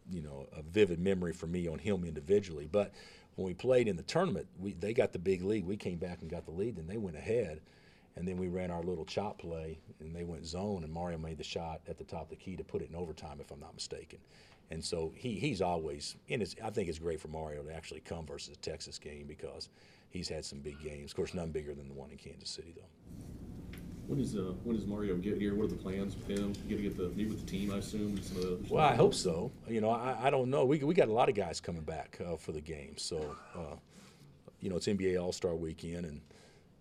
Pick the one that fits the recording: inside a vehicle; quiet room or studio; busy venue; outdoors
busy venue